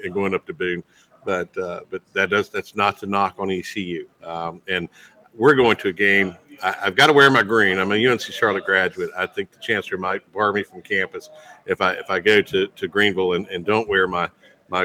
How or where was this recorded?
busy venue